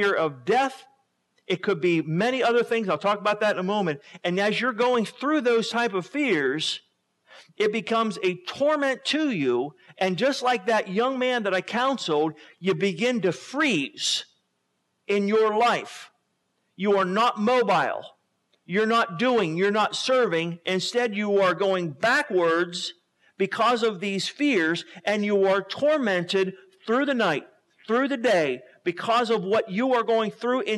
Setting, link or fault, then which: setting, large echoing room